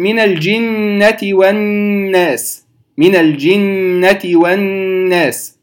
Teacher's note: طيب الناس هذه نون متحركة بالفتح، أدغم فيها لام التعريف التي قبلها، لام ساكنة التي هي لام التعريف أدغمت في النون فصارت النون مشددة